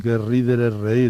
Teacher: Una sonora entre dos vocales se pierde, pero eso va en la evolución de la lengua.